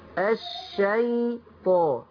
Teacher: خلي بالك من ياء الشيطان. ادي زمن الياء من غير ما تديها تحريك